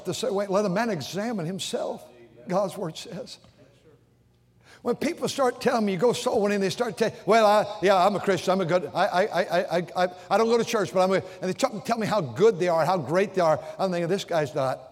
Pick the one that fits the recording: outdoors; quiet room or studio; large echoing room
large echoing room